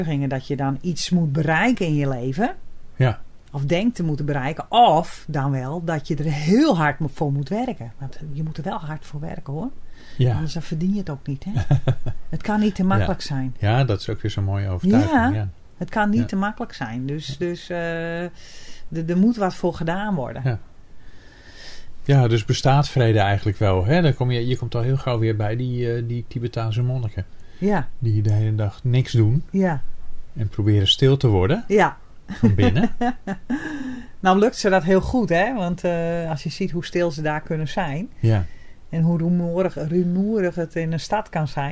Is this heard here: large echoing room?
no